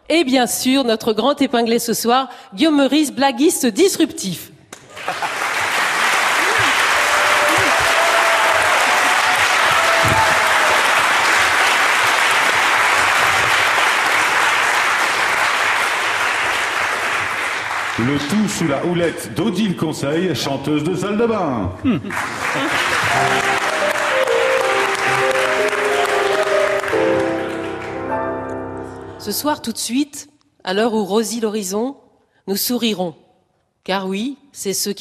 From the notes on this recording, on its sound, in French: Enregistrée en public à Beaubourg.